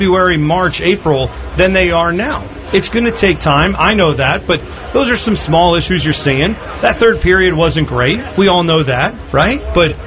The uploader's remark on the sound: We’re live from Nationwide Arena for the CBJ home opener